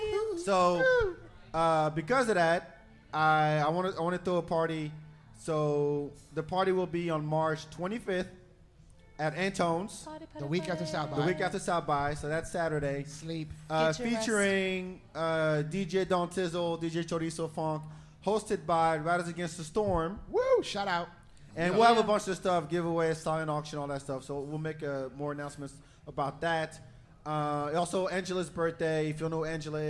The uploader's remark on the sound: 4th Annual SXSW Preview Live From Collide ATX.